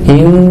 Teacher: Ada dengung. Dan dengungnya 50% di hidung, 50% di mulut. · Term: ikhlab